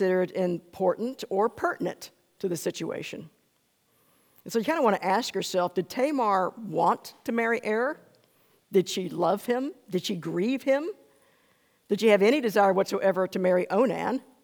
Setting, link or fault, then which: setting, large echoing room